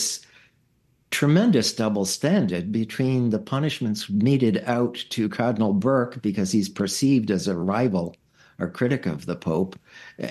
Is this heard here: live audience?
no